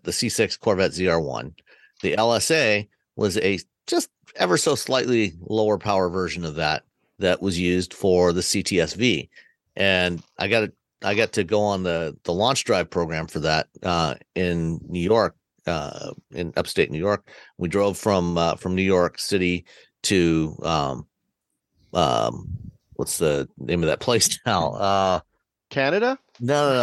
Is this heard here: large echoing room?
no